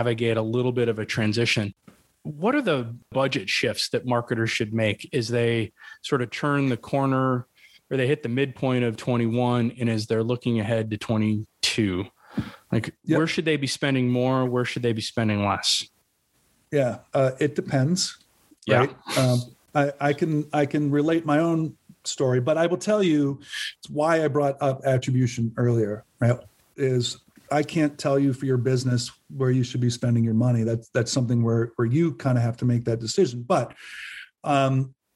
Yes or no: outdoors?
no